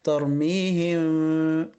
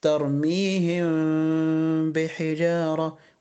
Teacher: ترميهم بحجارة، ترميهم، آخرها ميم ساكنة، وبعدين بحجارة، بحجارة فيها باء. يبقى ميم ساكنة وراها باء، أعمل إخفاء بغنة